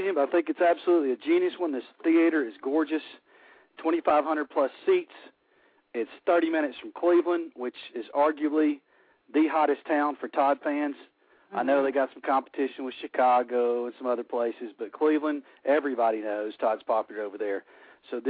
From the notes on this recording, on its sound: Fans will be calling in to tell us their feelings